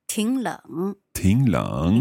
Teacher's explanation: So the first third tone changes to a second tone.